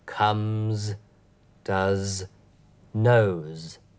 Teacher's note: Ein gesummtes, sogenanntes stimmhaftes S.